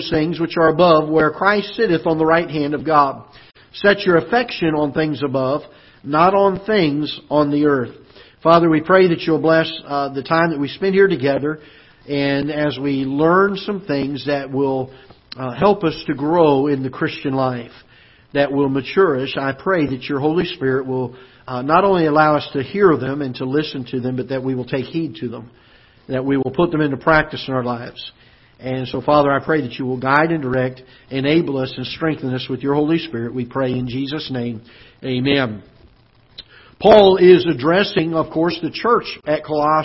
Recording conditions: large echoing room